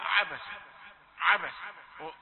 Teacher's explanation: كلمة عابس، عا العين، خد بالك، يعني هناك اناس ينتقصون العين حقها، يعني يقرأها عبس عبس، ممكن تكون قريبة من الغين عبس، لان المخرج ايه، المخرجان متقاربان